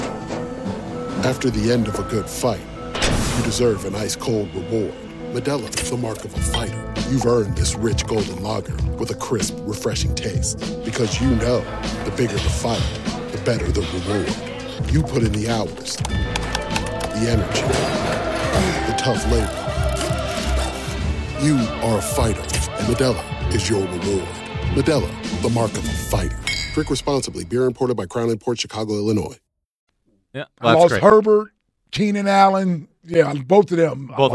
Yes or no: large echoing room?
no